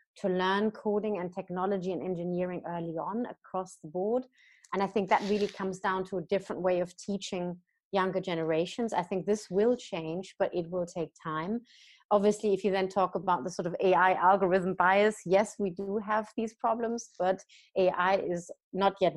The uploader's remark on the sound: joined over Zoom